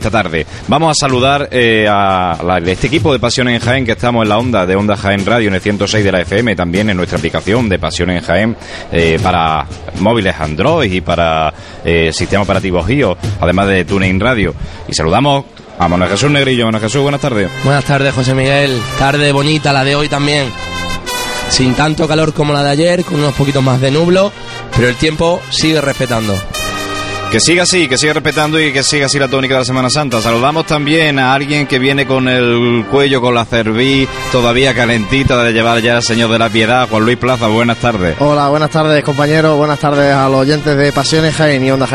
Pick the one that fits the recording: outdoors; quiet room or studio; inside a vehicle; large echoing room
outdoors